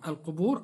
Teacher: الراء ساكنة لأجل الوقف وقبلها واو مادية تفخم